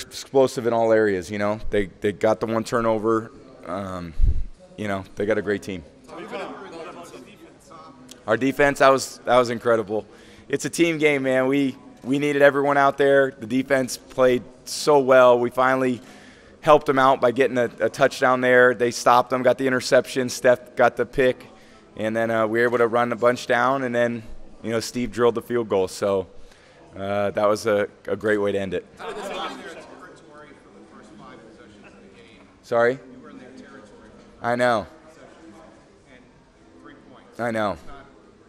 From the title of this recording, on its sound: Super Bowl LIII Press Conference